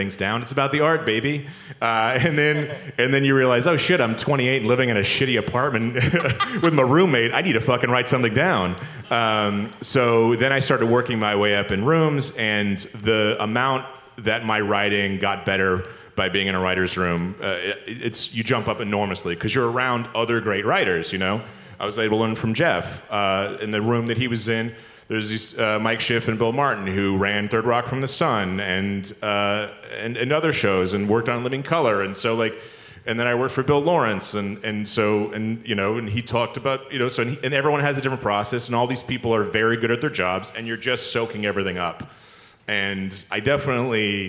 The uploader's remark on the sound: Recorded Live at the 2018 ATX Festival.